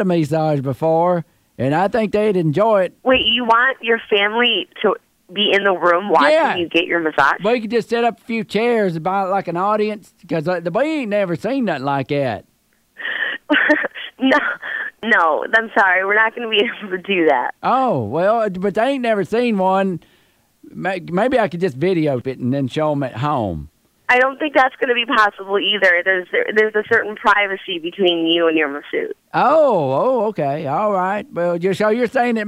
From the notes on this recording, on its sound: makes a prank phone call